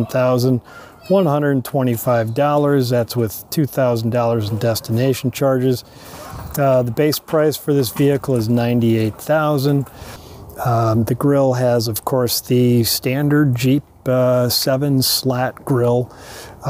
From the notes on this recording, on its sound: Takes you along for a live drive review to show you how the Grand Wagoneer L performs in real-time.